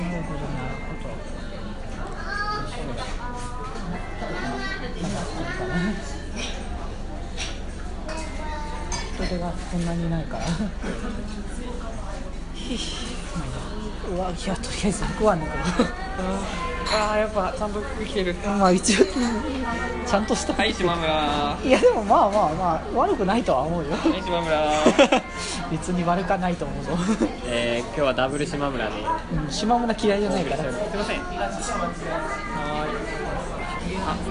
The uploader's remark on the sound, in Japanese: 東京デート。初の野外での収録でどきどきでしたが楽しかったですね～。